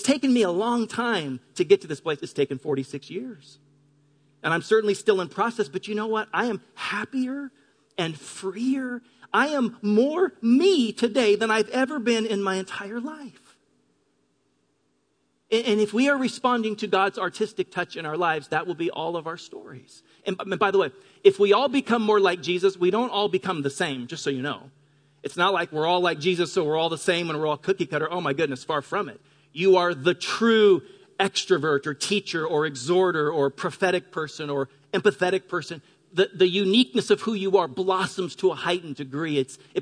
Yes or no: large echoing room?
yes